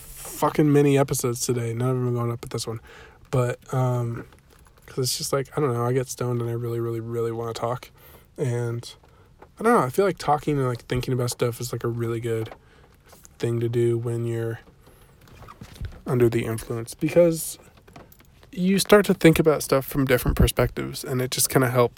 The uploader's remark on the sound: car edition